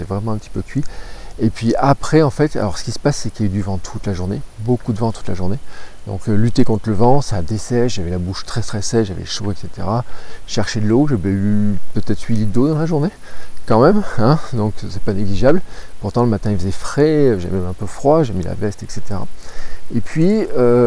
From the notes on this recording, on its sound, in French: Episode enregistré à Jargeau juste avant de dormir sous un arbre au bord de la Loire